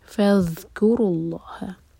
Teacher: زال ساکن پر تھوڑا سا رکا جاتا ہے، اس کو رخاوہ کہتے ہیں، تو اس کو جلدی سے نہ پڑھیں، زال کا حق